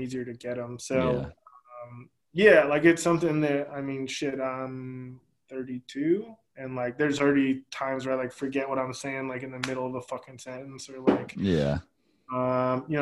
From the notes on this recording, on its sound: We have our first Zoom interview/video content for The kPodcast.